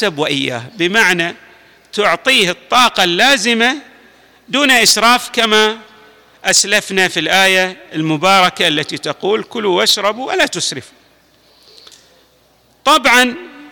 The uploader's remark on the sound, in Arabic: تسجيلات جامع الامام علي عليه السلام الأحساء المبرز